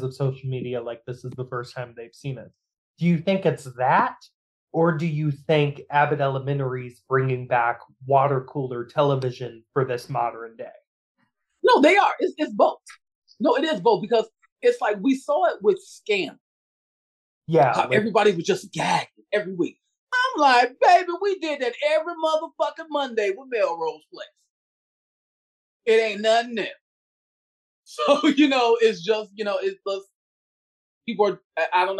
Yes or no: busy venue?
no